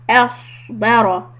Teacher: صاد should sound heavy not like seen. Don't be smiling.